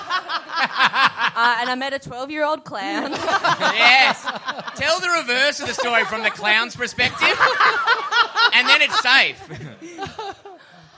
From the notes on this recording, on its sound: We're back in Melbourne for our month of HUGE live shows!